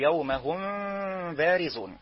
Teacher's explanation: نعمل إخفاء مع مراعاة الغنة، وطبعا نتقي إلصاق الشفتين، ما يسميه بعض القراء بالجز، لا تضغط على الشفتين، لا تقول يومهم، خطأ، قل يومهم بارزون، إما بالإطباق أو الفرجة، وقد بينت الخلاف في هذه المسألة في أول اللقاء. · Term: إخفاء شفويا